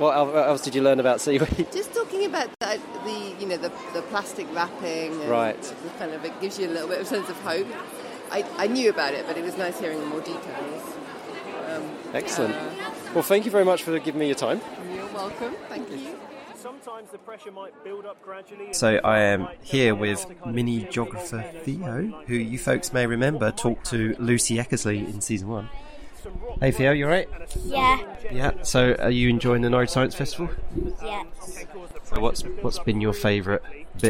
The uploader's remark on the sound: A special episode recorded on-location at the Norwich Forum for the Norwich Science Festival.